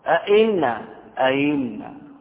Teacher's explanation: تجعل الهمزة الثانية في الكلمة المذكورة بين الهمزة والياء، ليست همزة حقيقة ولا ياء صريحة، وإنما بين، وهي قراءة نافع وابن كثير، قراءة نافع وابن كثير وأبي عمرو، وكذا قرأ بالتسهيل بعضهم يعني، وبعضهم لم يقرأ بالتسهيل.